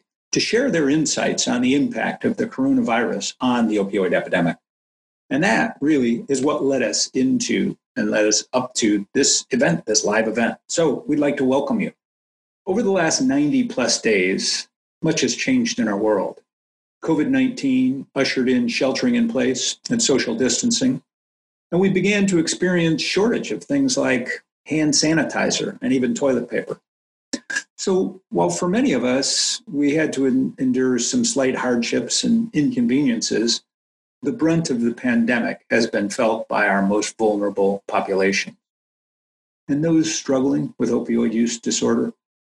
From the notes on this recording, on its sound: Meeting online for last week’s live webinar.